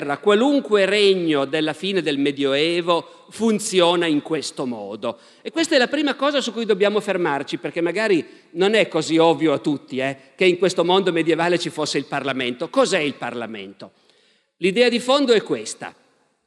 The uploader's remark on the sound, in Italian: Ecco la terza e ultima puntata dal Festival della Mente 2019.